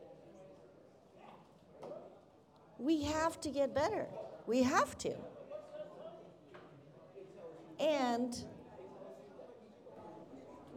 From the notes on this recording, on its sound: This episode was taped LIVE at Venture Cafe Philadelphia in November 2022.